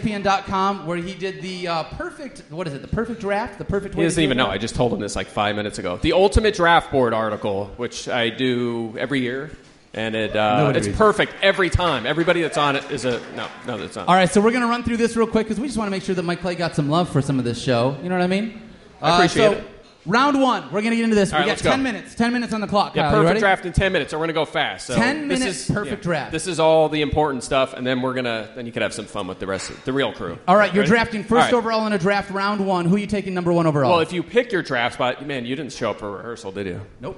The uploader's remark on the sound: The crew comes to you live from The Hard Rock Cafe in Times Square. Audience Q&A.